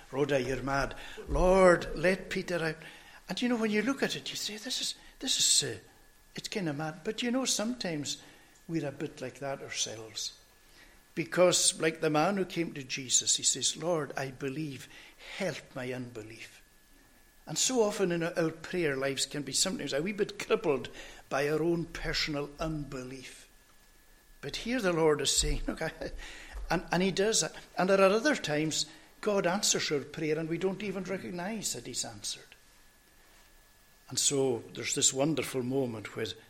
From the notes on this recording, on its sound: recorded at North Harris Free Church on the morning of Sunday 23rd October 2022